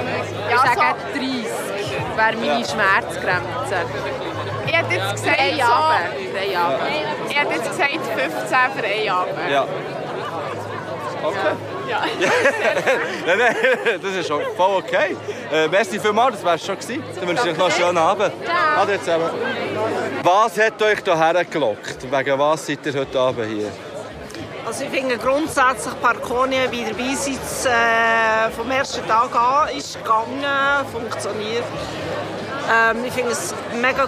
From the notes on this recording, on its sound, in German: Zusätzlich wurden einige Stimmen aus dem Publikum festgehalten.